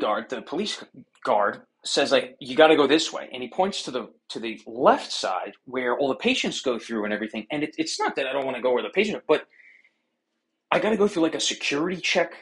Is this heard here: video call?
yes